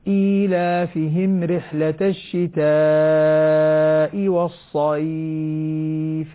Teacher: الياء هنا لينة ساكنة وقبلها فتحة أيضا تمد مدا عارضا للسكون يجوز لي فيها 2 4 6. · Term: حرف اللين